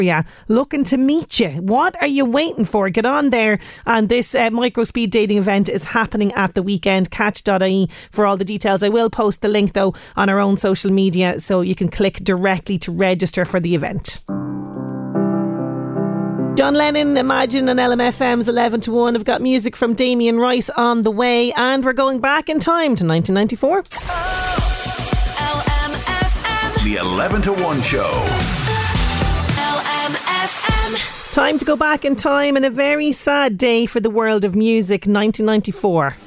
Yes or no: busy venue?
no